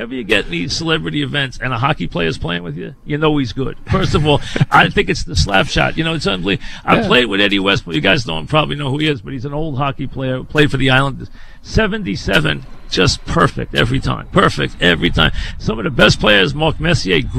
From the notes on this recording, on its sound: live from Jet camp